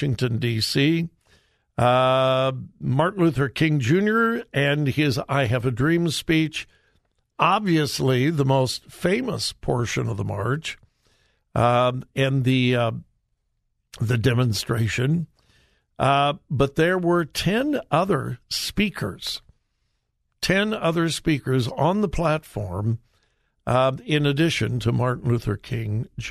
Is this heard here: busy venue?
no